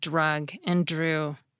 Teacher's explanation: The same thing happens to the phoneme D. It comes out more like a J sound in words like drug and drew.